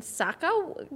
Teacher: do a little bit of the like vocal fry at the end